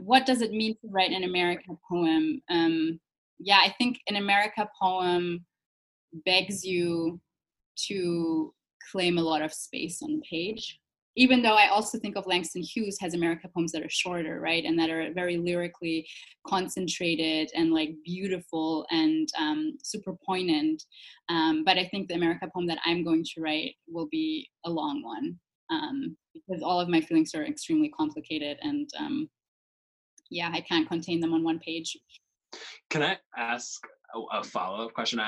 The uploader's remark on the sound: This episode is our first recording entirely remotely. No amount of ambient noise could get in the way of her sheer brilliance though.